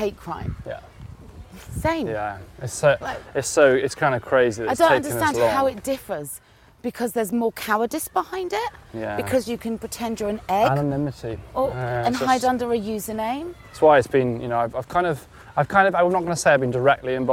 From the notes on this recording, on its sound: A walk around Clapham Common.